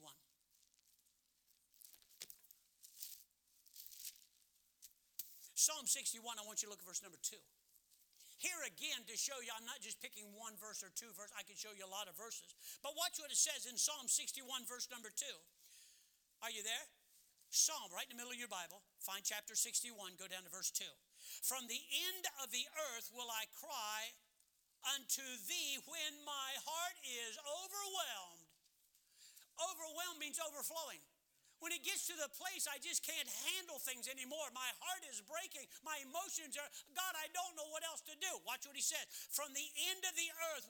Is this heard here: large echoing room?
yes